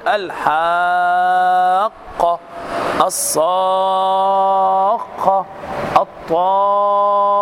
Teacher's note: المد اللازم الكلمي يكون في كلمة، طبعا معلوم أن المد اللازم يمد بمقدار 6 حركات، فأقول الحاقة، الصاقة، الطامة بسبب التشديد، لأن الحرف المشدد خلاص يتكون من حرفين، الأول ساكن والثاني متحركة خلاص، فاجتمع فصار حرفا واحدا مشددا، فهذا هو سبب المد السكون.